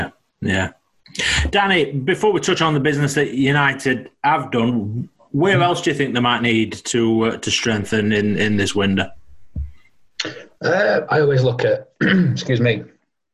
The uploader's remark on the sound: Apologies for any audio issues in this episode as social distancing guidelines mean we are still recording on a video conferencing site.